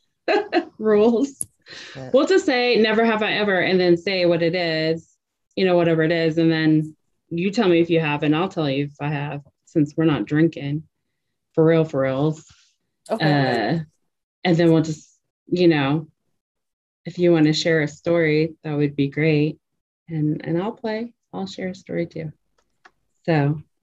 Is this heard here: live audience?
no